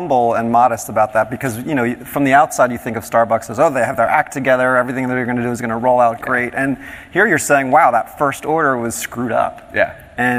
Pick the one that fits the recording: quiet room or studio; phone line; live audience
live audience